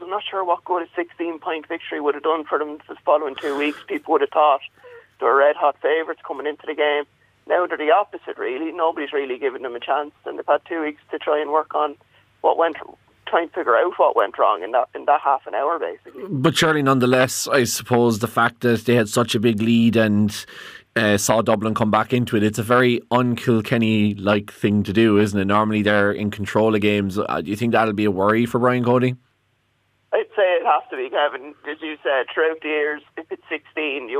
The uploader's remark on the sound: joins us on the phone